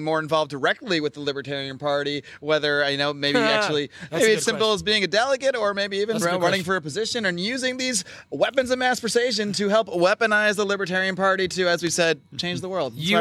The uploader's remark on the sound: live from the LNC in NOLA!